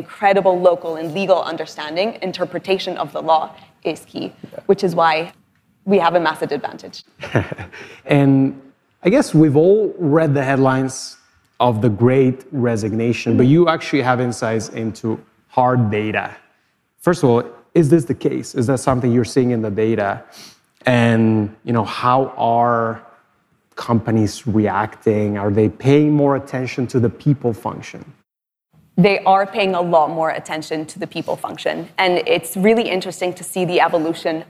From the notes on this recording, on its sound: Live keynote conversation at LendIt Fintech LatAm in Miami. My live keynote conversation at LendIt Fintech LatAm in Miami.